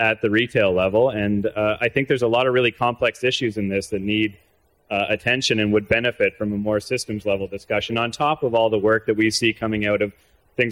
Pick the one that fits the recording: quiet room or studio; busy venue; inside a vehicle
busy venue